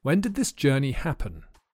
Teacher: The vowel sound is a schwa because we use the weak form of did in these questions.